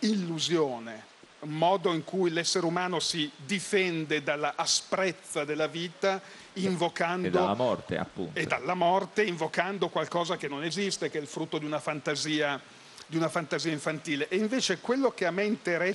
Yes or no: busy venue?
yes